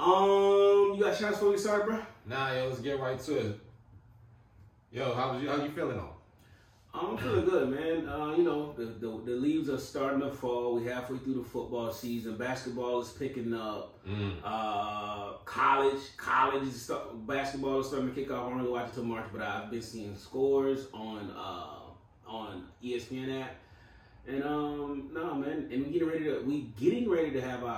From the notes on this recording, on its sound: Sorry for the audio difficulty this week